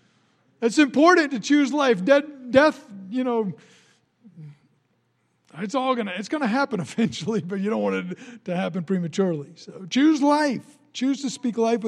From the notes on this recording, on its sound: recorded on Sunday, March 1, 2020, during service at The Anchor Church in Rockport, Maine